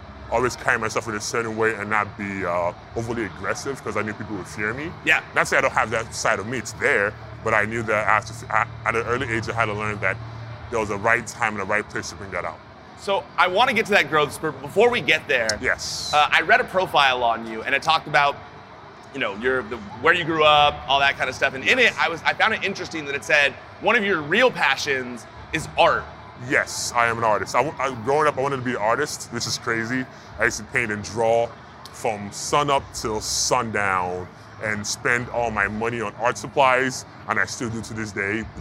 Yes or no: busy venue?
yes